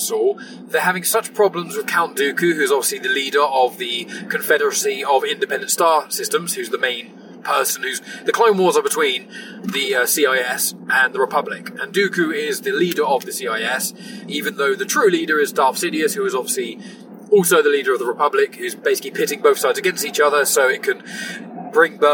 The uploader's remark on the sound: Please also note this was recorded in a car so the quality isn't the usual standard!